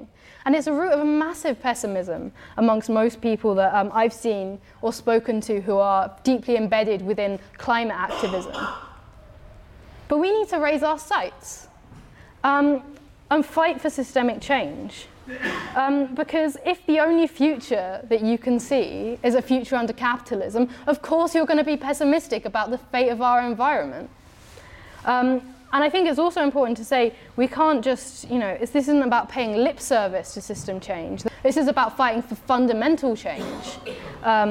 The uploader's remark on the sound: talk from Revolution Festival 2019